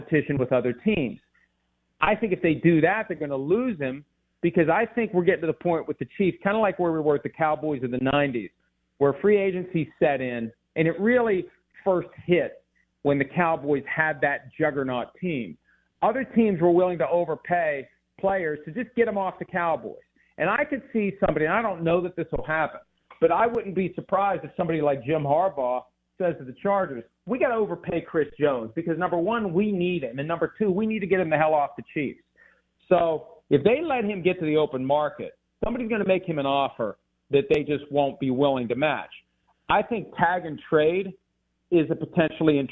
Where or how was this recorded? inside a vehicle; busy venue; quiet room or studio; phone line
phone line